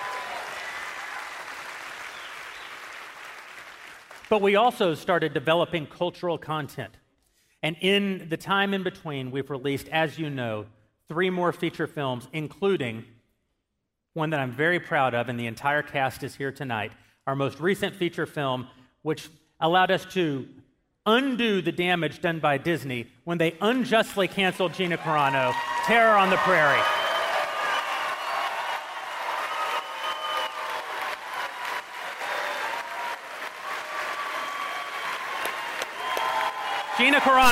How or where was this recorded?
live audience